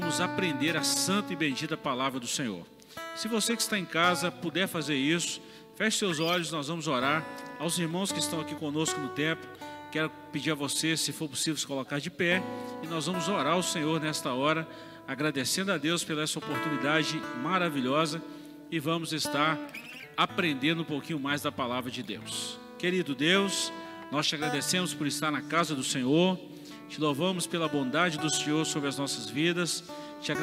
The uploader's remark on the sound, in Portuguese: Podcast gravado (ao vivo) na ADEC | Assembleia de Deus, Caratinga - MG.